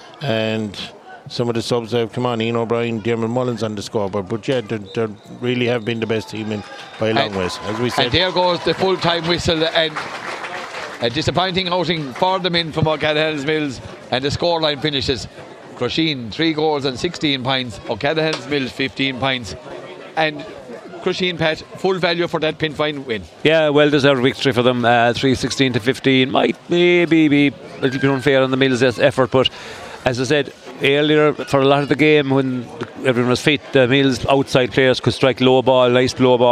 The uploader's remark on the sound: Crusheen vs O’Callaghans Mills. Outside broadcast.